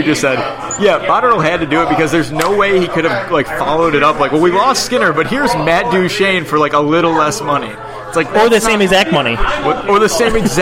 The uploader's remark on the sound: live from Iron Buffalo